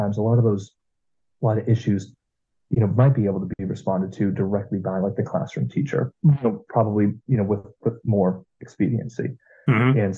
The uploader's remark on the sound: We had our conversation via Zoom